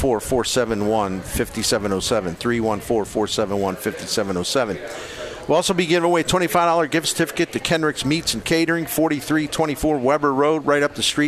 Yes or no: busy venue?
yes